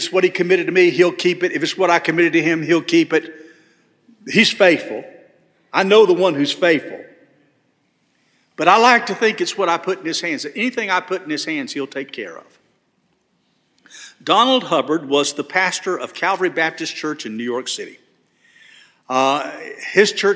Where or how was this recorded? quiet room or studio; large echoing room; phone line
large echoing room